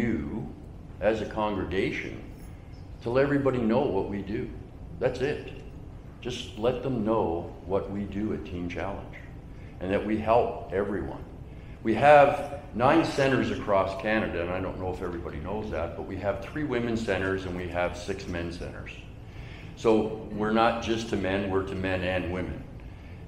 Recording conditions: large echoing room